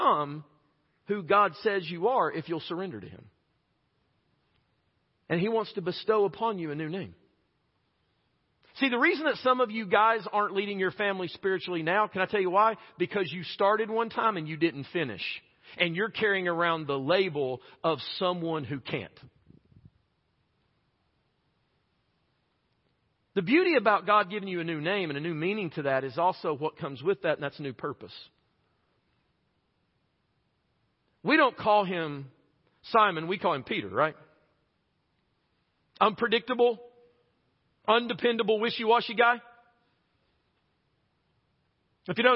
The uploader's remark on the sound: preached this message at Chilhowee Hills Baptist Church in Knoxville, TN on March 6, 2022